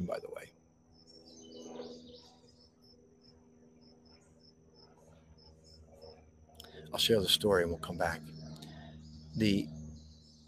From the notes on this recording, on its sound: This Episode originally streamed live on location at Goat Hill Overlook - Lambertville, NJ. The audio from this podcast was taken directly from this live stream.